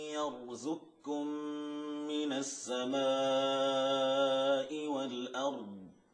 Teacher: تسقط القاف في الكاف ذاتا وصفة، لا يبقى للقاف أثر · Term: إدغاما كاملا